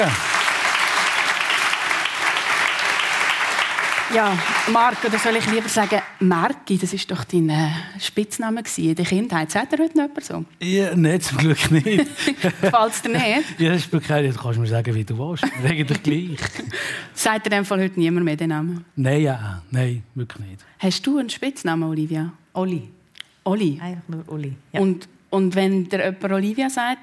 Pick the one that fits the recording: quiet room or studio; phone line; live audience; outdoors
live audience